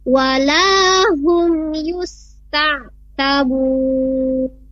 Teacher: Di sini sedikit perbaikan, ada di kata walahum yusta'tabun. Di sana ada mim sukun bertemu dengan huruf iya, tidak bisa ditahan di sana · Term: izhar